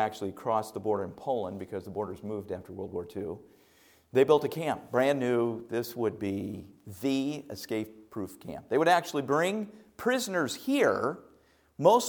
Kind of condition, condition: setting, large echoing room